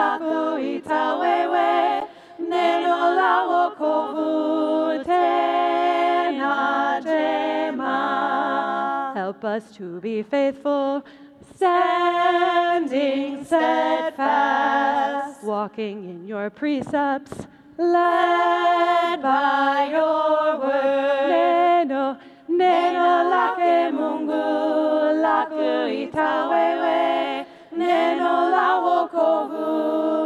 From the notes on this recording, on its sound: LIVE from the 2023 LWML National Convention. Presenting a live stage show version of their podcast as the Saturday night entertainment at the LWML National Convention in Milwaukee, Wisconsin.